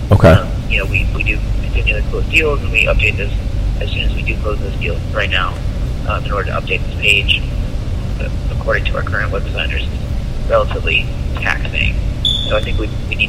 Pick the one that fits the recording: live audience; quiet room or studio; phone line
phone line